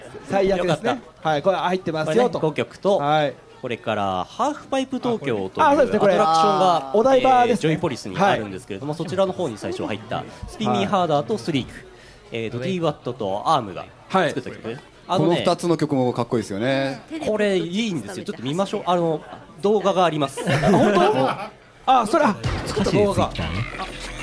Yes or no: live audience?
yes